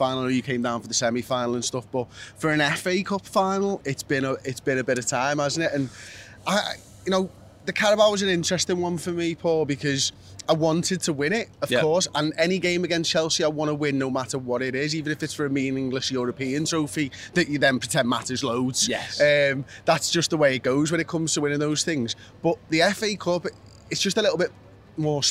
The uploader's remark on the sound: outside Wembley Stadium the day before the FA Cup Final